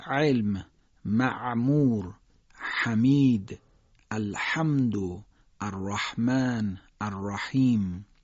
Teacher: حرف ها هم ه جیمی با ه دو چشم شبیه هست و تو فارسی یک جور ادا میکنیم، اما باید دقت بکنید که عین و ها با فشردگی گلو ادا میشن، با این فرق که جریان هوا موقع ادای حرف ها شدیدتره که اصطلاحاً به حرف ها میگن صفت بحه.